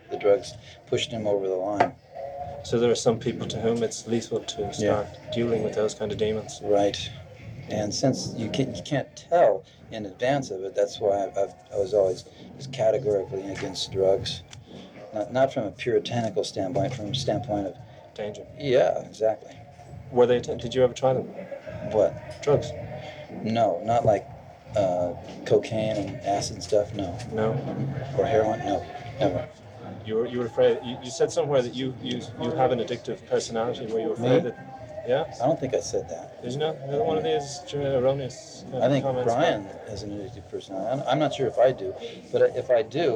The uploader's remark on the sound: after this gig at which the interview was recorded